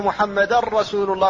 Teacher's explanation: فالتنوين هنا هو هذه النون الساكنة أبدلت راء فادغمت الراء في الراء فقيل محمدا رسول الله، فلم يبقى للنون أثر، لم يبقى شيء منها ولا من صفتها التي هي الغنة، أن محمدا رسول الله. · Term: إدغاما خالصا